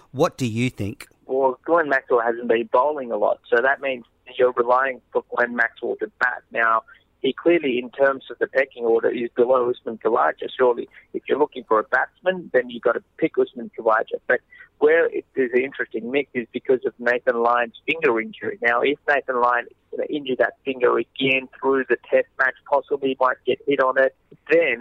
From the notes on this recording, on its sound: phones in from Ranchi